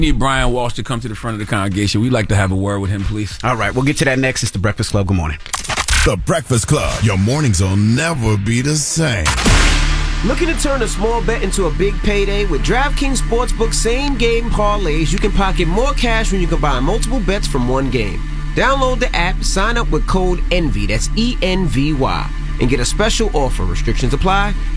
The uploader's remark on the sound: We then open the phone lines